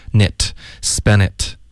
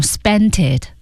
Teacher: spend 有一个干脆的停顿，然后其实就连一个 knit 出来了 · Shown in: first take